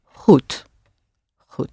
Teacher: it's deep in the throat, and you're doing sort of like a little gargle